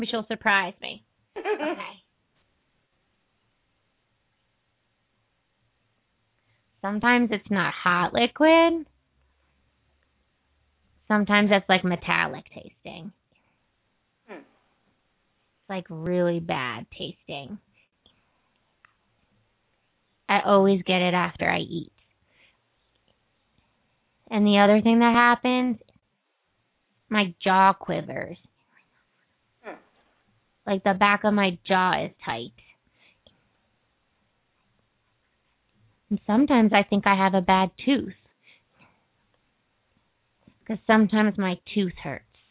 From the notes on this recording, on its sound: open up the lines for listeners to call